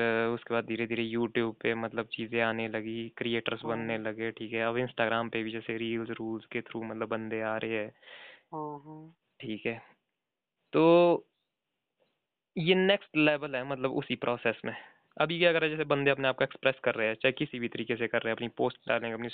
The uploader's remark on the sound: A phone call talk